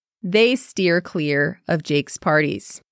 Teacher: you can barely hear of in there